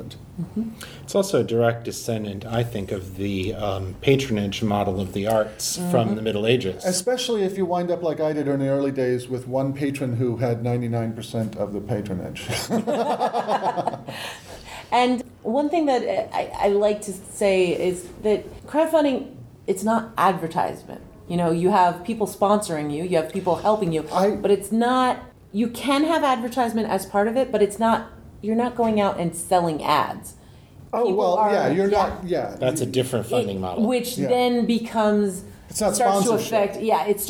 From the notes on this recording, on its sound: In this panel from Balticon 51